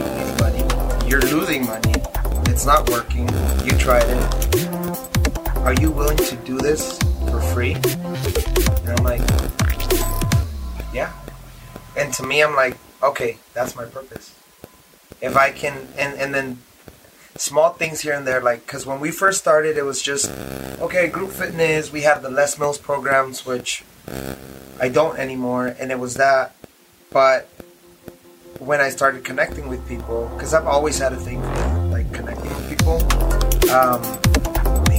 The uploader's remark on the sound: Unedited. Sorry for buzzing noise!